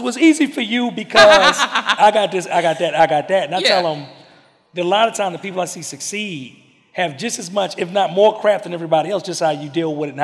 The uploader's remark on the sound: TSP Live 2022. Answers different questions from the audience. So, jump into this Q & A session.